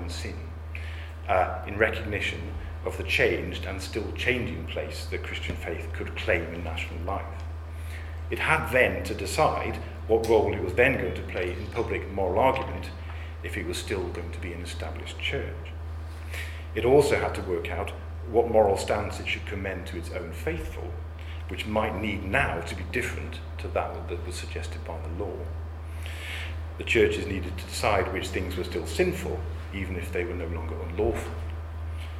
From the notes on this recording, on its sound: The audio recording of a public lecture given at the University of Chichester. As part of a study day at the Iris Murdoch Research Centre. To the audience for a very engaged and stimulating discussion afterwards.